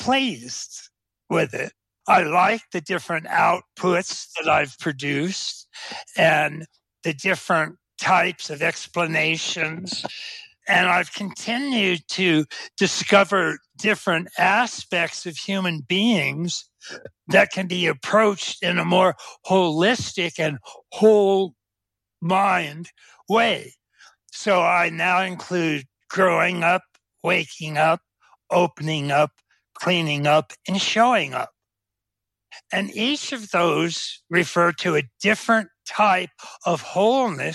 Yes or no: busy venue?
no